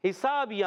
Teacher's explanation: हा हलक के दरमियान वाले हिस्से से अदा होता है. हिसा सीन अलवरसा सीटी वाला अरफ सीन अली मद्दा एक अलिफ खींच कर अदा करना है.